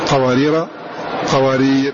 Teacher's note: بحذف الألف مع سكان الراء من غير تنوين